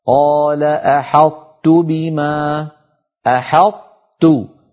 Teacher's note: يطبق المتكلم لسانه على طاء غير مقلقلة ثم يجافيه عن تاء متحركة · Term: إدغام ناقص